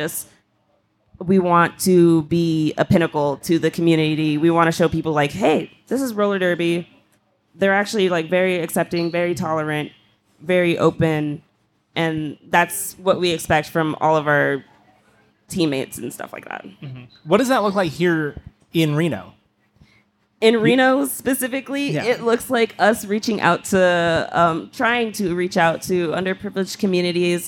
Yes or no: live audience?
yes